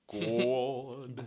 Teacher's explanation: Colm Wilkinson somehow puts a diphthong in there.